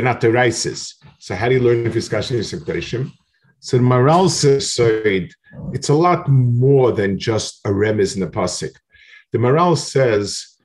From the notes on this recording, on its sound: This shiur take place over Zoom on Motzei Shabbos.